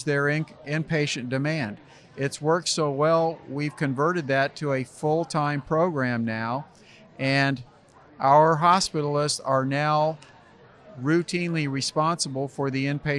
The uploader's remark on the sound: This week's episode is a little noisy, because we had an event! Interviews a wide variety of people from the IRHA Annual Conference this year in French Lick,. The conference took place for three days.